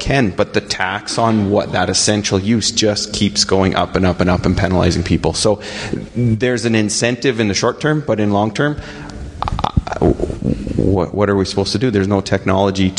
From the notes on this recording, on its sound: This Wednesday edition of RealAg Radio was recorded at the Agricultural Producers Association of Saskatchewan (APAS) annual general meeting!